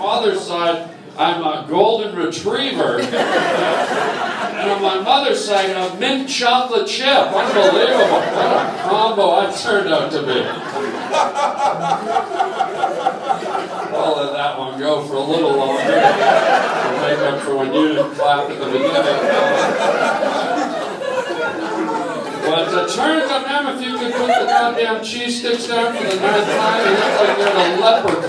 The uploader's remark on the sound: interacts with the crowd, LIVE at the Hollywood Improv!